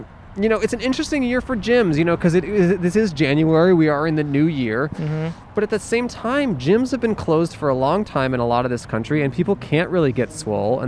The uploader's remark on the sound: Recorded in front of Orangetheory Fitness on 12/30/20 on Brand Blvd in Glendale, California.